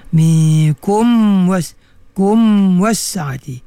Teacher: perlu dirapatkan betul-betul mim tu, sebab huruf mim dan waw tu huruf yang sama tempat keluarnya, iaitu di bibir mulut, ya. Kalau kita tak rapatkan mim tu, dibimbangi, dia akan jadi idgham, ya. · Term: izhar syafawi